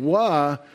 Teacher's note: when you say Wah, you're almost making O vowels all the time